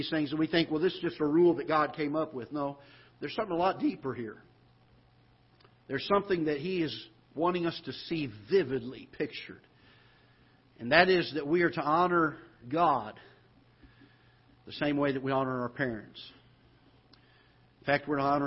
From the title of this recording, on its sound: Ketha Heights Baptist Church ~ Live Broadcast